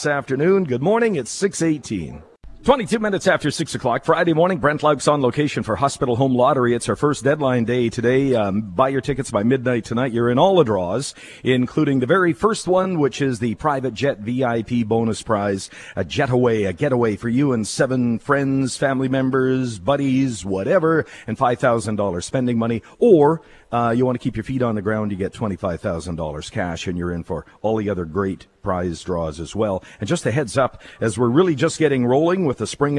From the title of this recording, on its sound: Live from Hospital Home Lottery show home